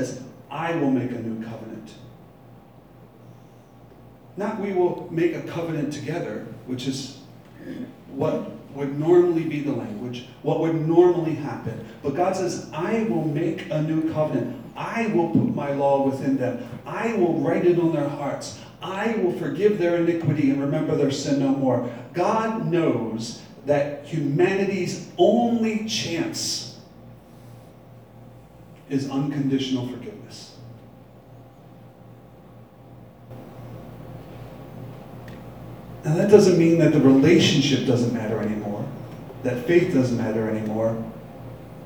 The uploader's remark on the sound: Live from Black Cloister Brewing Company.